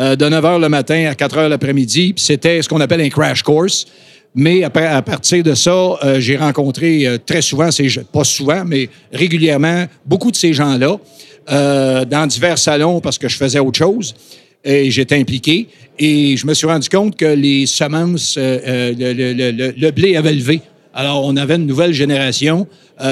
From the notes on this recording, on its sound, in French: Voici le 3e épisode de la série de 4 podcast enregistrés au salon de la pêche à la mouche de Trois-Rivières.